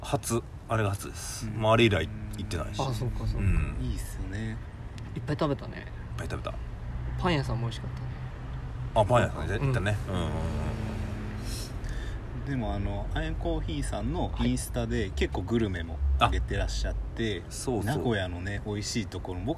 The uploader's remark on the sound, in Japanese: もりのみやキューズモールでの営業終了後に収録した。今回は野外での収録だったので一部お聞き苦しい箇所があるかもしれません。